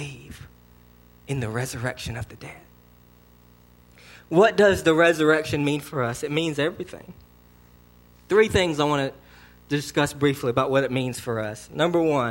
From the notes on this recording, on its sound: sermon delivered to Cottondale Baptist Church on Easter Sunday, 4/21/19 AM.